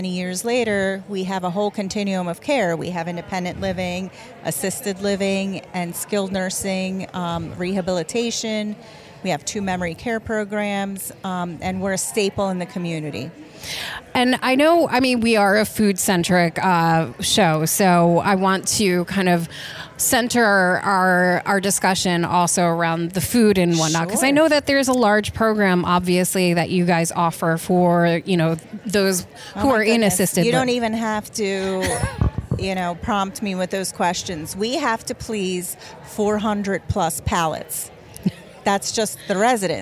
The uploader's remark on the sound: As we celebrate the 125th Anniversary of Masonic Village at Burlington with LIVE interviews during the Gala event.